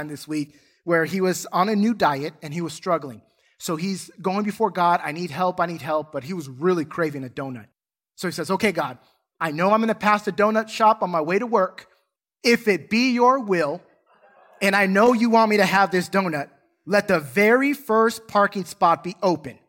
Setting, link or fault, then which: setting, large echoing room